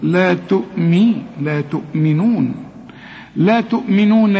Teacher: ناس كتير قوي تضيع منهم الميم المكسورة